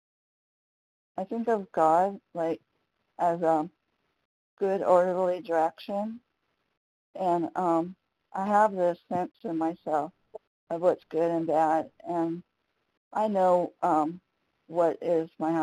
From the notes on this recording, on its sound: 100 Pounders Phone Meeting.